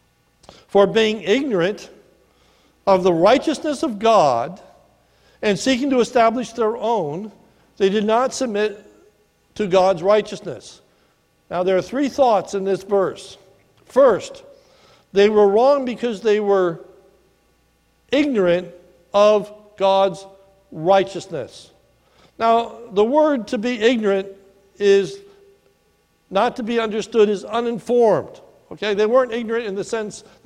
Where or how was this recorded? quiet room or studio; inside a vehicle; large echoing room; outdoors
large echoing room